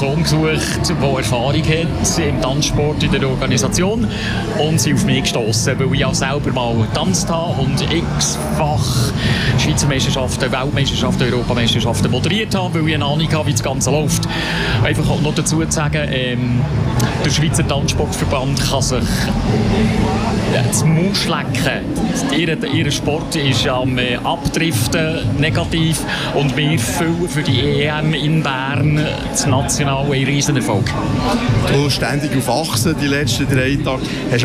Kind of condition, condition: setting, outdoors